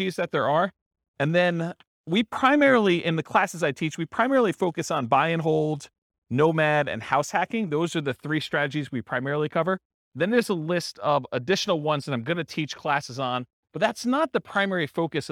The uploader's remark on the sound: This was a live class recorded